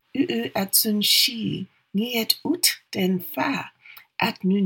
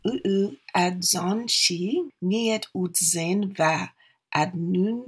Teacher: F and v are the exact same sound, just different in terms of voicing.